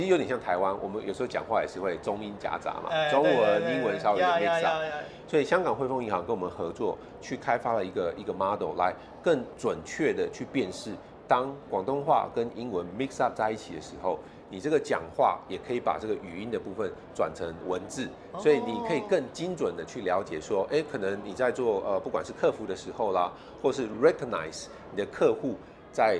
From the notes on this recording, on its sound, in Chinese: 繼續把錄音室帶到AI EXPO Taiwan的展覽會場。在AI EXPO直播訪談現場。